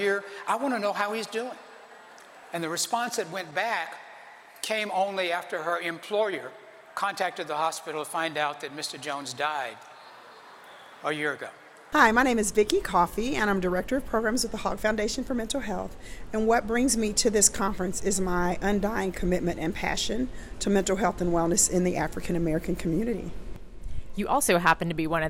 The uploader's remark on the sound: Central Texas African American Family Support Conference. Audience reaction to the information and personal testimony they shared.